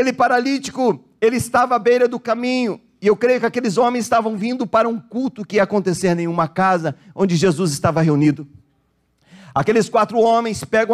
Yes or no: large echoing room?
yes